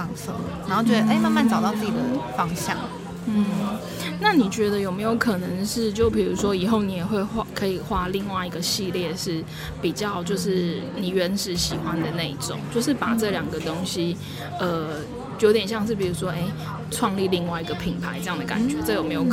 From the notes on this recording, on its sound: 如果有些人對於錄音的背景有點吵吵不太喜歡，在這裡先說聲抱歉；不過這就是我一開始就想要營造的氣氛喔~呵呵。 If some people don't like the noisy background of the recording, I apologize here; but this is the atmosphere I wanted to create from the beginning~ hehe.